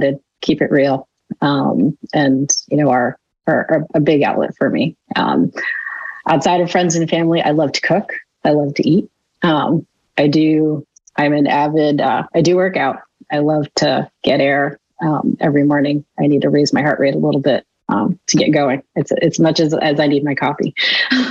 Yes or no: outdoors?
no